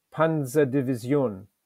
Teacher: It should be pronounced as nasally as possible, with a soft S and the stress on the final syllable